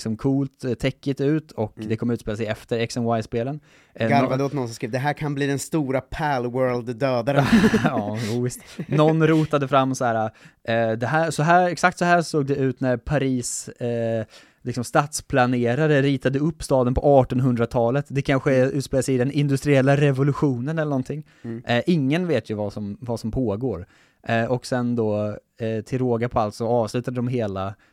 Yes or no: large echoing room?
no